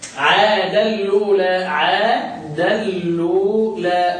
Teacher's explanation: وبالنقل وصلهم وبدؤهم مع نقل حركة الهمزة إلى الساكن قبلها